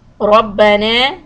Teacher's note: make the raw heavy and noon alif two harakat